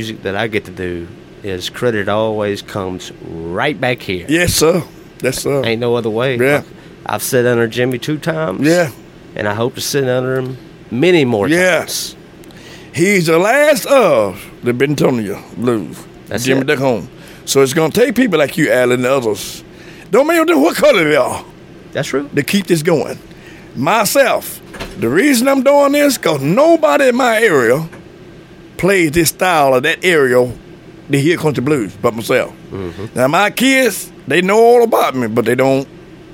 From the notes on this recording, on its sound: during the 50th Annual Blues Festival at the Blue Front Cafe in Bentonia, MS.